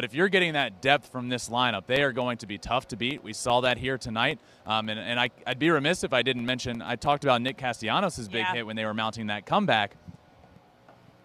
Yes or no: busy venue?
yes